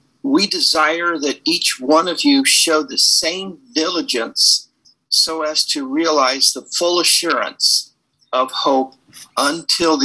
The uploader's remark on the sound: This was another Zoom only meeting.